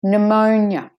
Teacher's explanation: The O is the stress, main stressed syllable. Pneumonia. N, de-stressed.